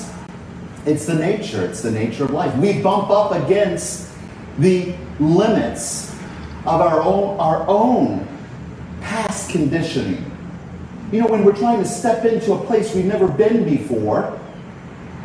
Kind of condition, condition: setting, large echoing room